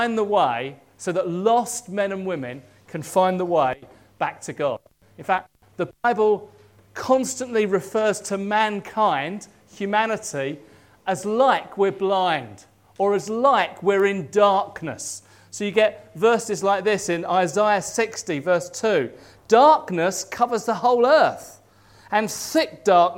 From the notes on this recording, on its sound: At King's Church, Cockermouth, as an audio file.